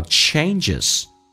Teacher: Change 这个单词首先要饱满，打开口腔哎，一点点，嘴角拉到极限，再滑动到 A 这个发音叫 A